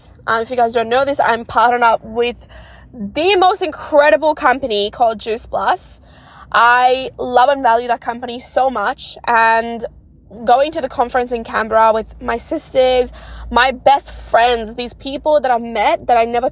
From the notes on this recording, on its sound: recording it in my car